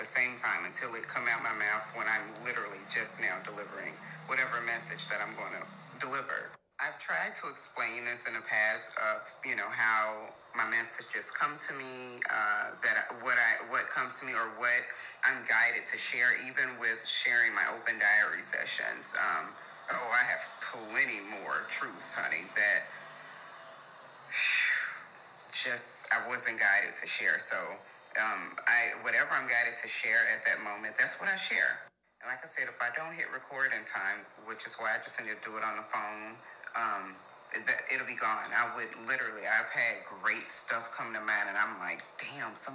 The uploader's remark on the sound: So, please forgive any background noise.